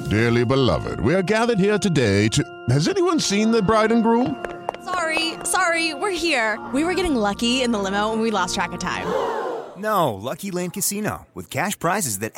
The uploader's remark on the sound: Live from the Super Bowl.